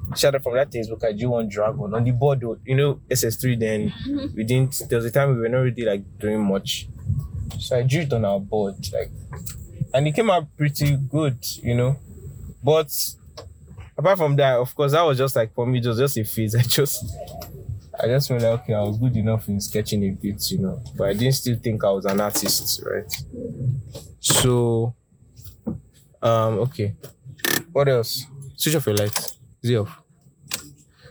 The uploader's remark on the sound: A Conversation in the Car